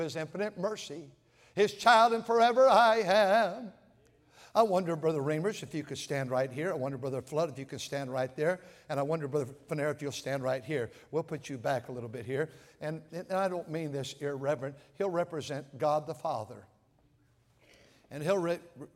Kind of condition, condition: setting, large echoing room